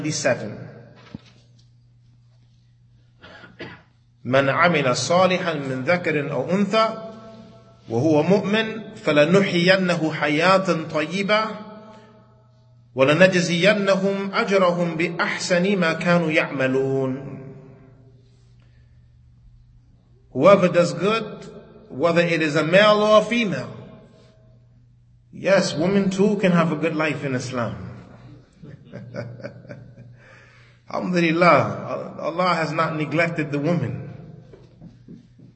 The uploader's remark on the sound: Lecture given at Masjid Nur Allah, Queens, NY